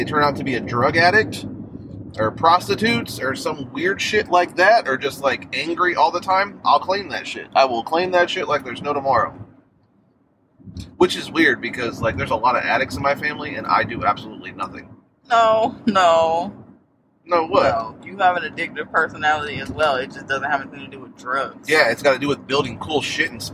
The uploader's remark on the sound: Y'all are taking a ride with us. During our little day trip in the car.